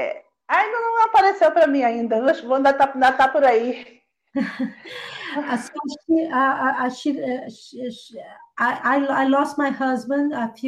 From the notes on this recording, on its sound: This conversation took place via a video format and converted to audio-only for our podcast audience.